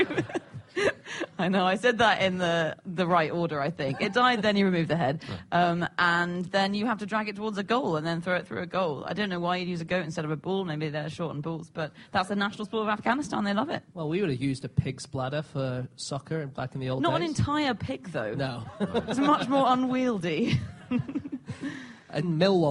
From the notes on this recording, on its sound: Live from The Edinburgh Festival